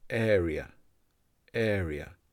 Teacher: This word has three syllables and the air sound at the start.